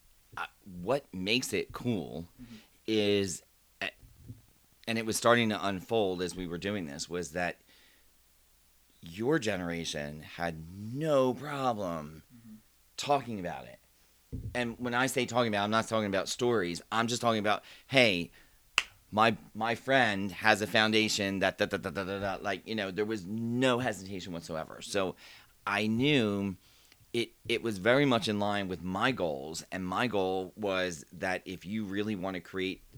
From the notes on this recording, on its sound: What we didn’t know at the time was much about recording – which would explain why the audio is a little low.